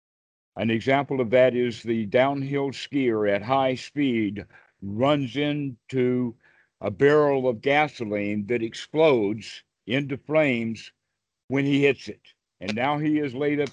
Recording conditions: video call